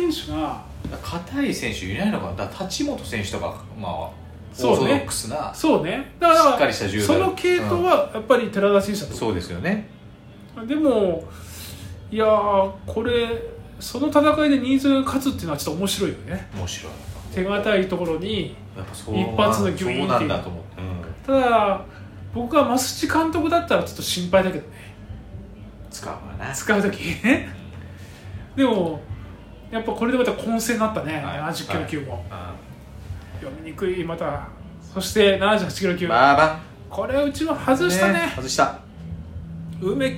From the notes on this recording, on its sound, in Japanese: カラオケボックスでの収録なので周りがちょっとうるさくてすいません。